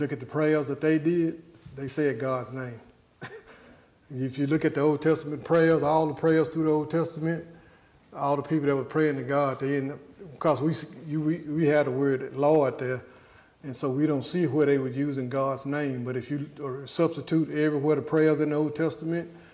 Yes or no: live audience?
yes